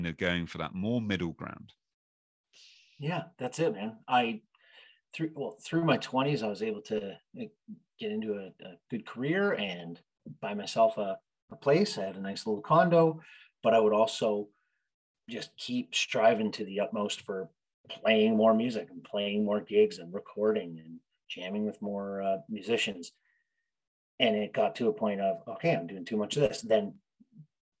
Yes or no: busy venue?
no